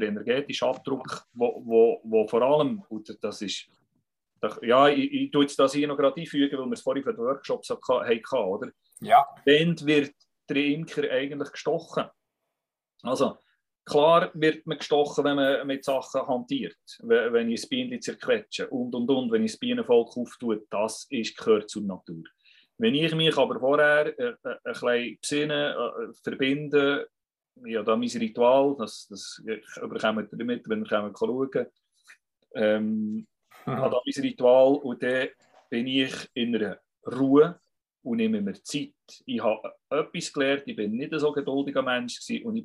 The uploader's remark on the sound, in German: Akustische Aufzeichnung der WebKo (Zoom Meeting)